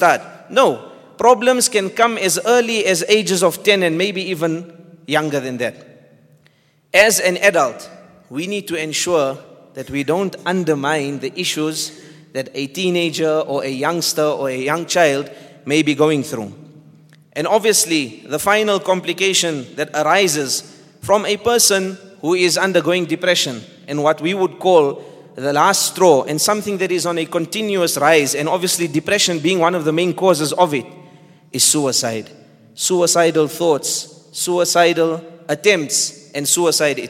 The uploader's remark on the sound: At the Houghton Masjid (West Street).